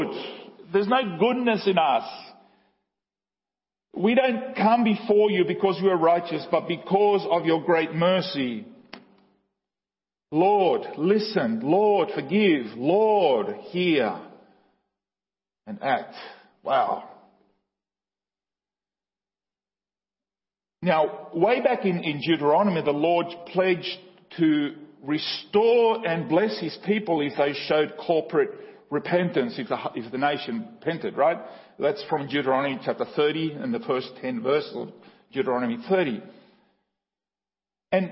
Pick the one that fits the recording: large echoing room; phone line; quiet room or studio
large echoing room